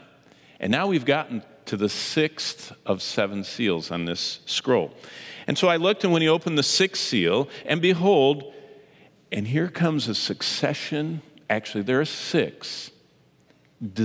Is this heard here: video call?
no